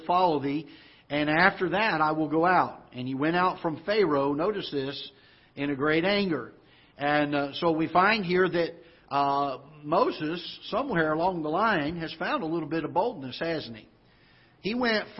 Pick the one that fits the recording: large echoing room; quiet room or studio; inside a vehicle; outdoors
large echoing room